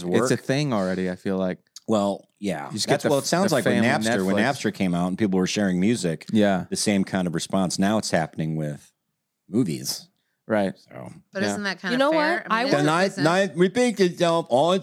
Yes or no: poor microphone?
no